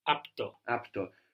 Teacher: And you might also hear, you will commonly hear, θέλει κάτι από το σπίτι. So από το can contract to απτο.